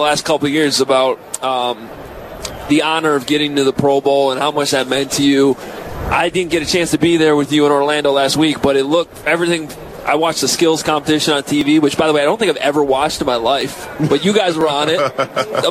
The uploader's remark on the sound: Live From Radio Row.